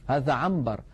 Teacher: ويقول الناس لبعضهم سمعنا في موجز الأنباء كذا كذا، الأنباء، ولا يقول الواحد الأنباء. فإذن الإنسان بفطرته إن جاء في كلامه نون ساكنة بعدها باء قلب تلك النون إلى ميم · Term: القلب